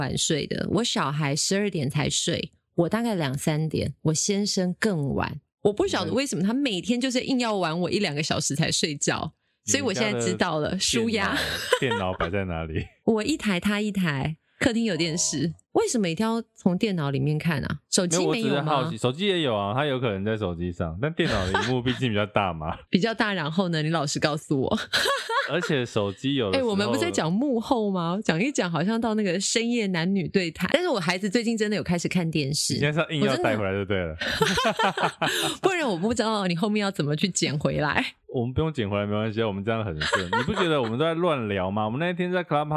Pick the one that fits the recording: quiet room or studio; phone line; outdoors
quiet room or studio